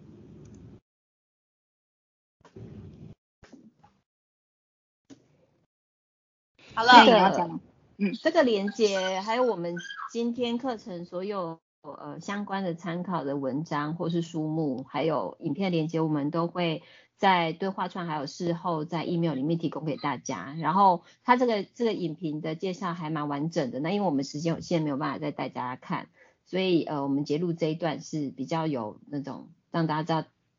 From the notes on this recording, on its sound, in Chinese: 此為線上課程錄音檔！